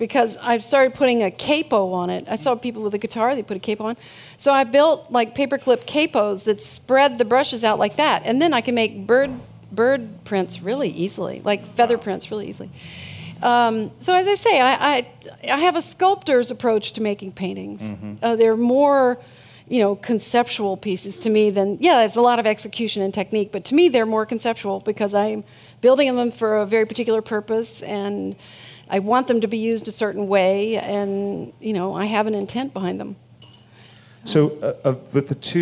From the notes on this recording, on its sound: These hour long talks are recorded live at The Interval, our bar, cafe, & museum in San Francisco. The Long Now Foundation's “Conversations at The Interval” Salon Talks.